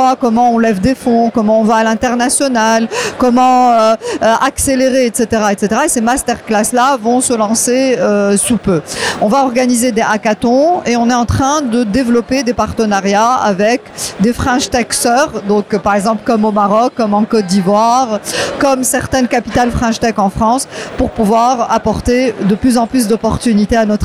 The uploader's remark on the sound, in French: Dans ce premier épisode de notre édition spéciale de DigiClub en direct de Paris, nous avons interviewé durant le salon VivaTech 2023